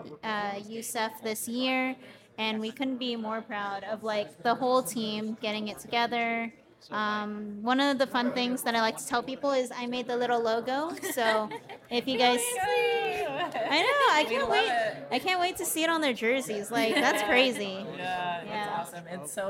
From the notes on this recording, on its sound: hosted LIVE from the EsportsNext 2023 conference